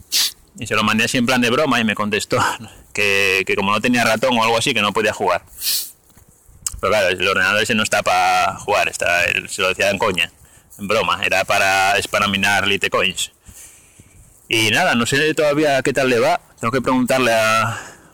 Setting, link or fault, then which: setting, outdoors